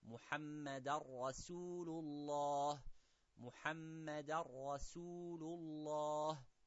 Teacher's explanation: Muhammadan, it's tanween. So the last sound of the Nun Sakina will disappear, and you will join it with the Ra, and we make the tashdeed, and you would say, Muhammadan Rasulullah.